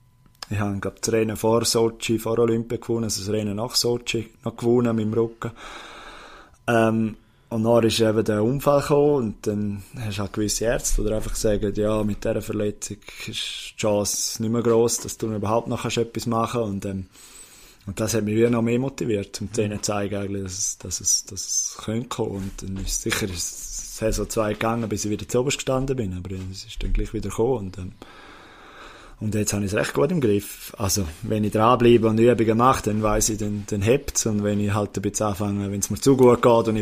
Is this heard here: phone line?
no